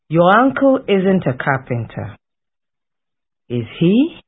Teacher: Falling intonation on the statement, but a rising one on the question. · The first part of the sentence is normally said with the falling intonation, but the question or question tag can be either of the two intonation patterns.